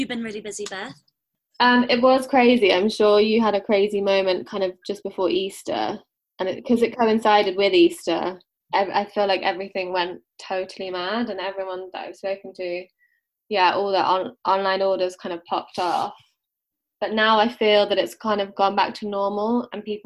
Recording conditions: video call